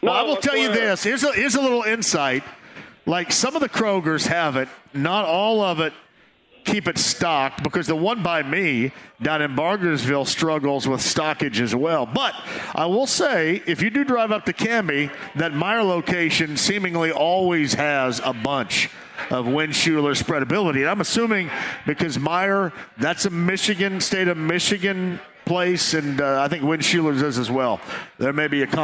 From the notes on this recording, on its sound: LIVE from Joe’s Grill. Live at Joes Grill!